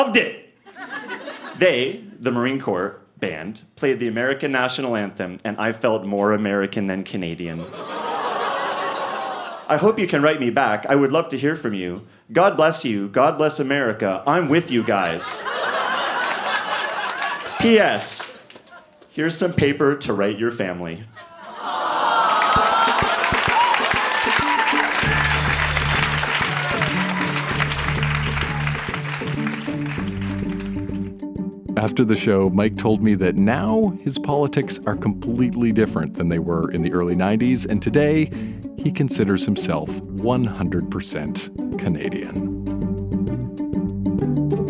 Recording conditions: live audience